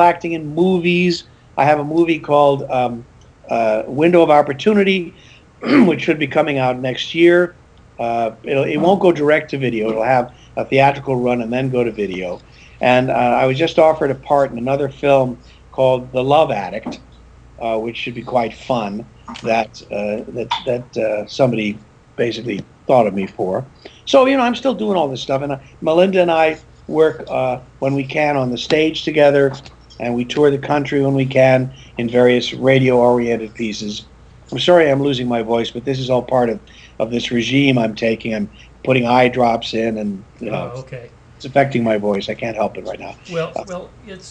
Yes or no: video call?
yes